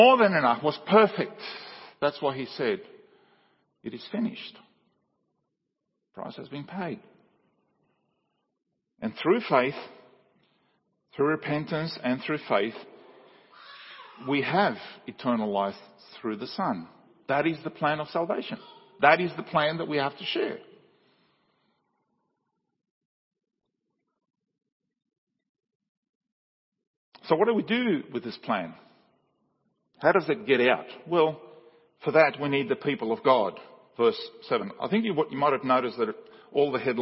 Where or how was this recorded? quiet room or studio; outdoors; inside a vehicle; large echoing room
large echoing room